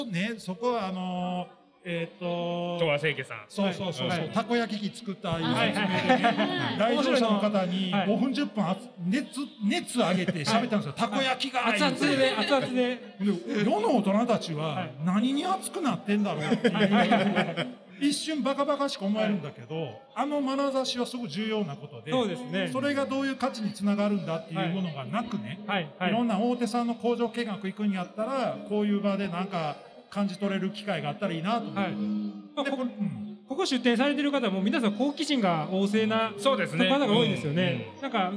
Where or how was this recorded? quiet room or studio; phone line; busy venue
busy venue